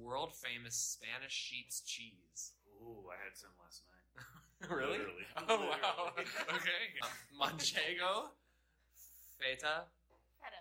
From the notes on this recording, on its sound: we had some technical difficulties with this first episode so it may be a little quieter than what is best